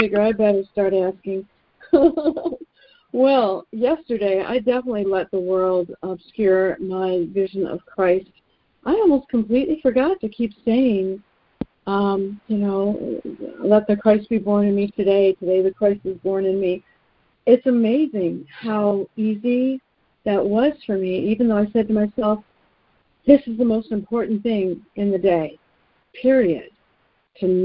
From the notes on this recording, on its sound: ACIM Daily Conference Call